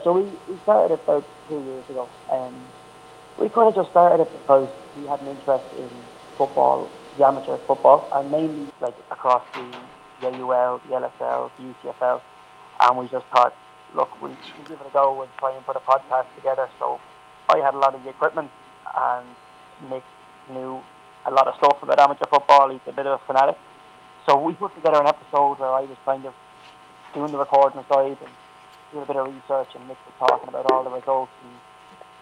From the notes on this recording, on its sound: It was one of those weeks with the phone line! Although the line wasn't great.